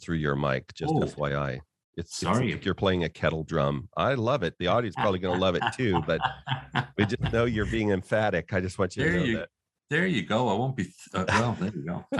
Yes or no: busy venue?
no